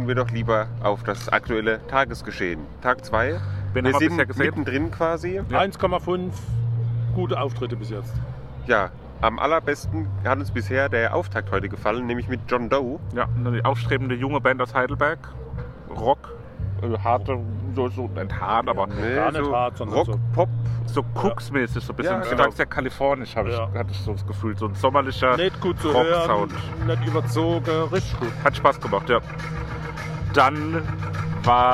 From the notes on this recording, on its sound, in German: Maifeld Derby Festival Tag 2. Unser Podcast sendet auch an Tag 2 Live vom Maifeld Derby Festival!